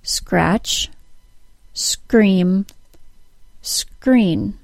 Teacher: The R sound begins with the release of air for the K sound. · Term: SKR cluster